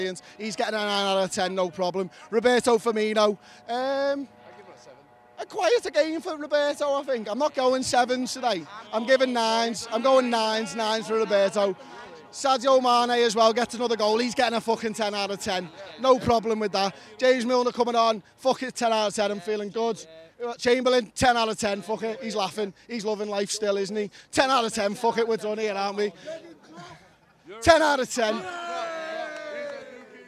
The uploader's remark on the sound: Join us outside Anfield